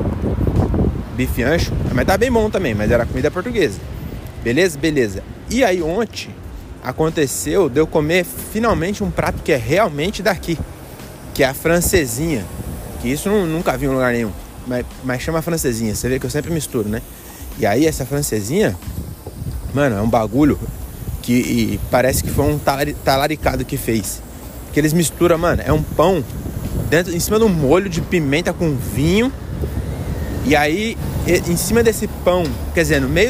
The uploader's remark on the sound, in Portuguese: Episódio gravado pelas ruas de Porto, no norte de Portugal.